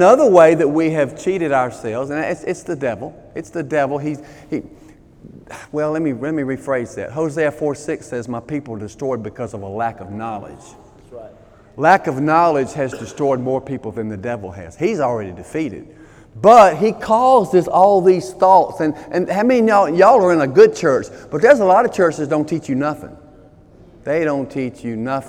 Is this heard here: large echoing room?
yes